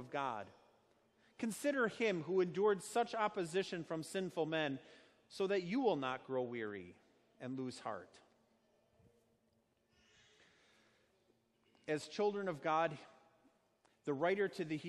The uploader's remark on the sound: Sermon preached at Our Savior Lutheran Church in Birmingham, AL, on Sunday, August 4th, 2019